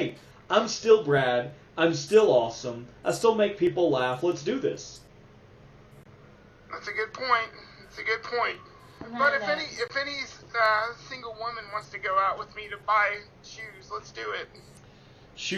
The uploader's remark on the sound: Forgive the terrible audio quality.